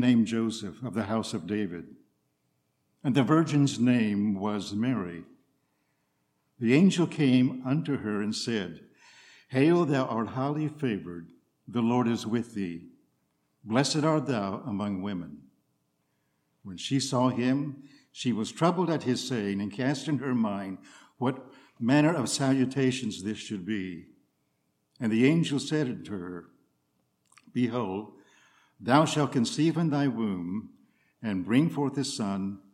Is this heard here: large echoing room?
yes